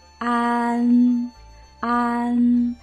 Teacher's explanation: 别在哪儿呢？安，它当中的这个嗯，它的舌位是在前面的，我们一定要注意，发出啊之后，舌尖从下齿背直接向上运动，然后贴紧上齿背。